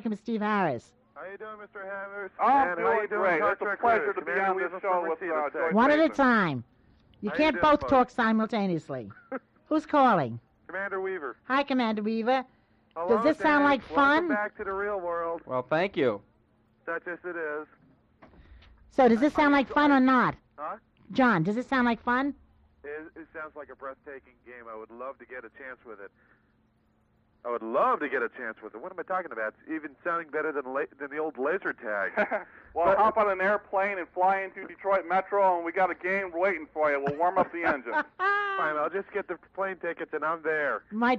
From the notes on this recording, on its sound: Surprise phone guest